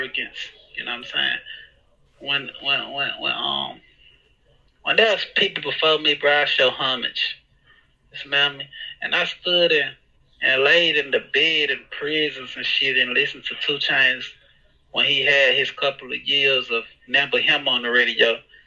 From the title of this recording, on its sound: Phone Interview